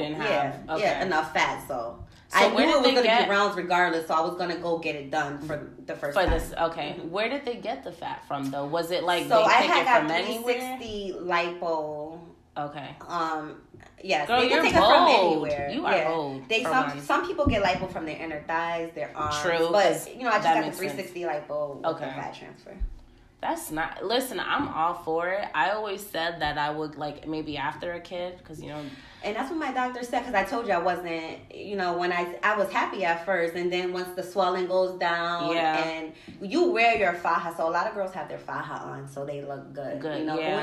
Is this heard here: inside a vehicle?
no